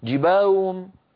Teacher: وكأن الأصوات ضاعت وكأن الهاءات صارتا همزات مسهلات